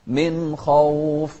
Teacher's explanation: نوضح النون والخاء ونفخم الخاء · Term: الإظهار